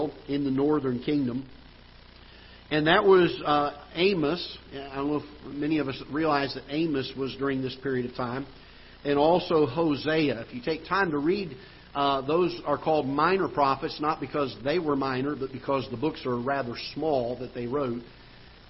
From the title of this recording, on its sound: Ketha Heights Baptist Church ~ Live Broadcast